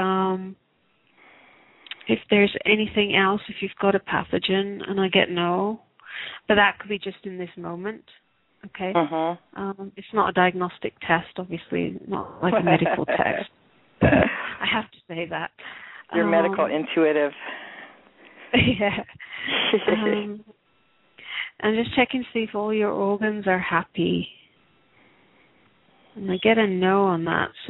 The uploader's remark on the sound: Takes your calls for healing live today!